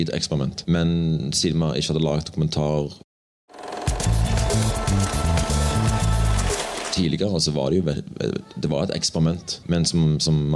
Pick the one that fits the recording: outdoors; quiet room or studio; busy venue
busy venue